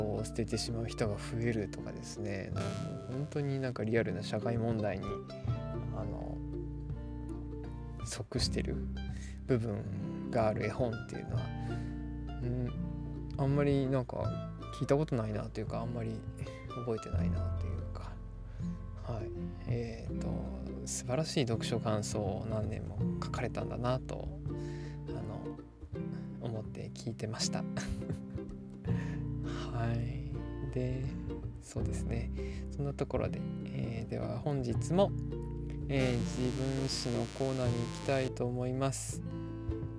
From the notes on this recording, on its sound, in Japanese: 電子ノイズが入っておりますが、、、ご了承ください！